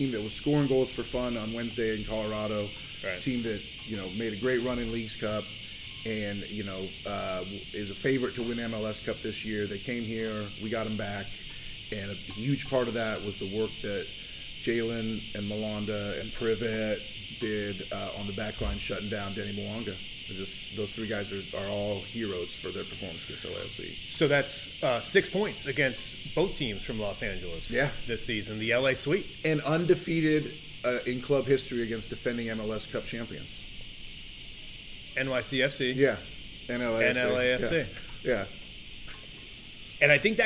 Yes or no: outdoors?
yes